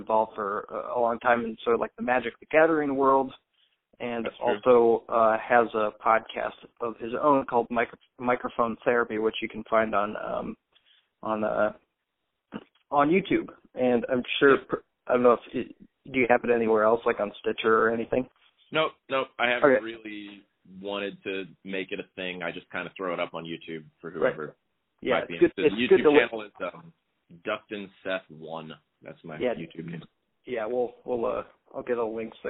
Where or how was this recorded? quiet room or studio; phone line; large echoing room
phone line